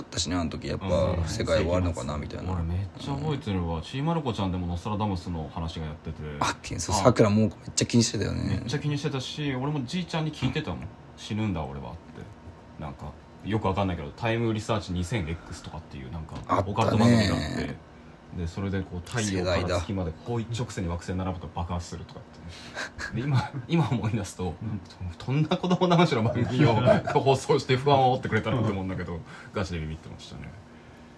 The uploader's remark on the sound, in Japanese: ボイスメモです。